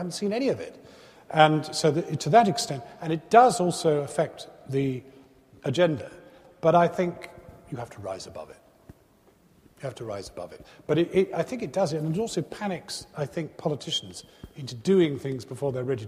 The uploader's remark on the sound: Recorded on Friday 19 November 2010 at the University of Edinburgh's McEwan Hall.